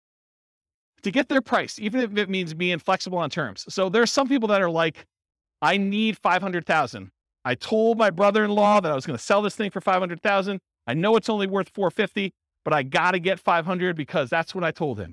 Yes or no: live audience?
yes